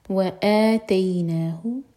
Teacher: آ مد بدل دوہر کا لمبا